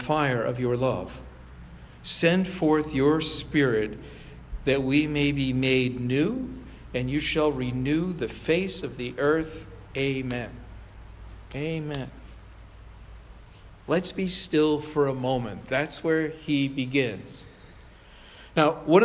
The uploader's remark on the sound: Provocation delivered on July 9, 2017 at Sayville Congregational United Church of Christ.